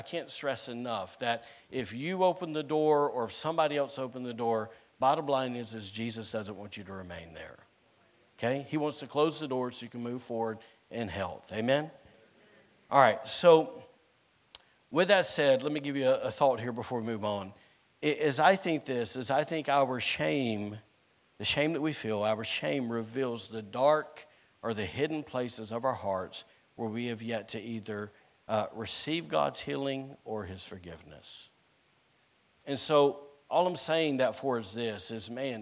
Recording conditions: large echoing room